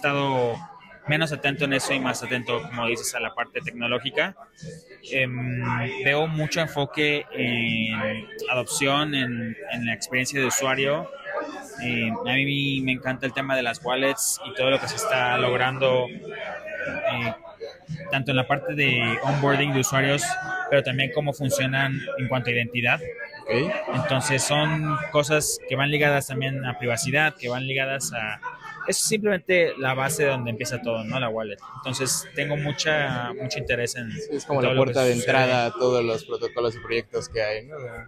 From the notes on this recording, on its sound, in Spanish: asistimos al evento de "Crypto Talks" de Espacio Cripto, y tuvimos la oportunidad de entrevistar a algunos panelistas e invitados al evento